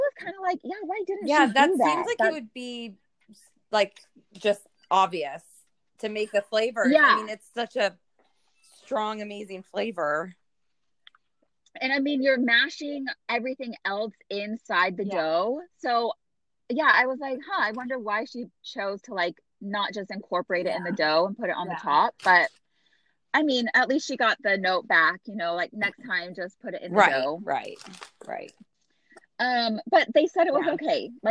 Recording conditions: poor sound quality